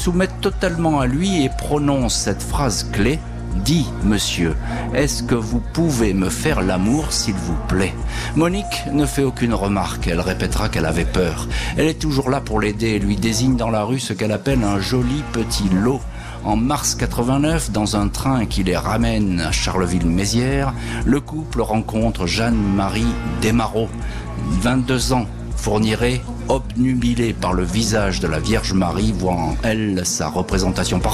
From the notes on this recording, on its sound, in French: En direct de la foire de Châlons-en-Champagne